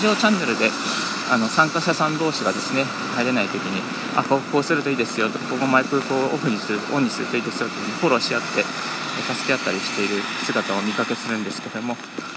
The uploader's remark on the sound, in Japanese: 歩きながらラジオ配信